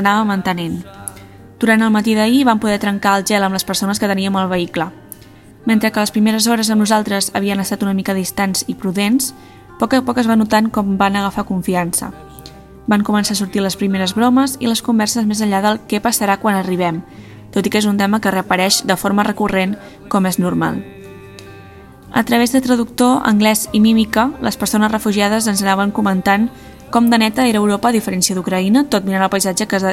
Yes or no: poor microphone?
no